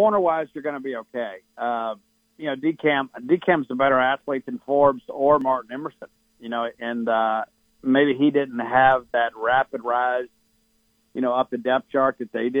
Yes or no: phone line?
yes